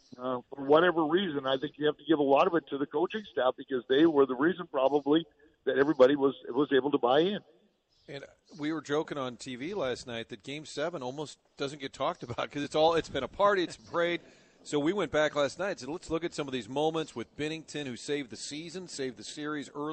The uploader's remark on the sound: broadcasting live from Old Hickory Golf Club